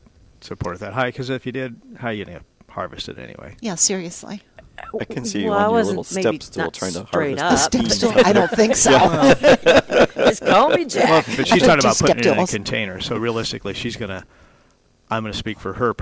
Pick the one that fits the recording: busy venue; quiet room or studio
busy venue